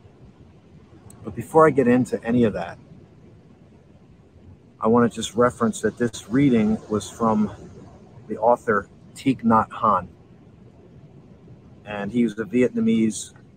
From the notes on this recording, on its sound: Originally streamed live on location at Barnegat Lighthouse State Park, 208 Broadway, Barnegat Light, NJ. The audio from this podcast was taken directly from this live stream.